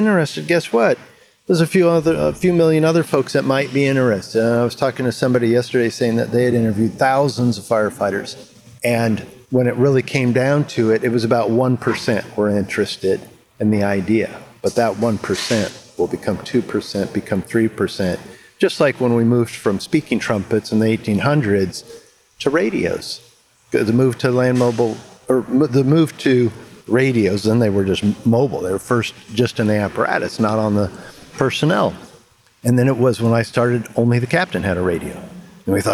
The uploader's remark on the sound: Thanks for joining our 16 part FRST Challenge Mini Series recorded at the competition!